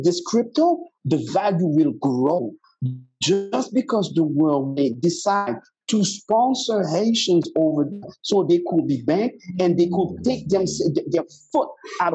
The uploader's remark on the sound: We had some audio issues on the show. We tried to do the best we could but the situation is what the situation is.